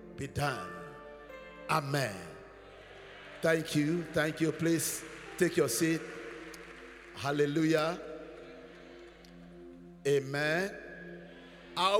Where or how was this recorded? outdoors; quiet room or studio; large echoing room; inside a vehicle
large echoing room